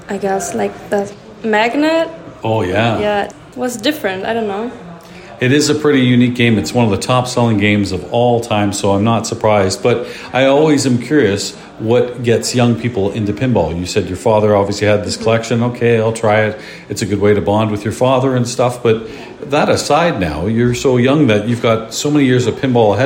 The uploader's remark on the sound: Live from the European Pinball Championships